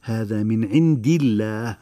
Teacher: وأما إذا سبقته كسرة هذا من عند الله فترقق اللام